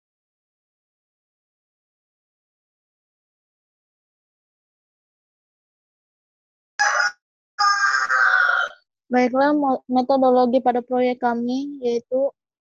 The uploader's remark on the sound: Zoom meeting.